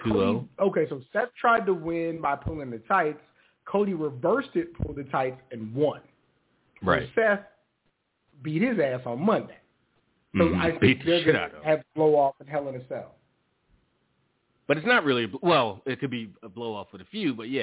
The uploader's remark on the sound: Live calls and more. Weekly caller, email and tweet driven show.